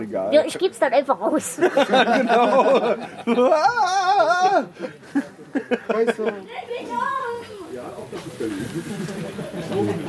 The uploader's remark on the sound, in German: In dieser Episode könnt Ihr Aufnahmen vom PodstockDE 2017 hören